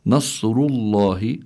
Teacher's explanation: الراء هون مضمومة، حكمها التفخيم. لام لفظ الجلال الله، كذلك هون حكمه التفخيم.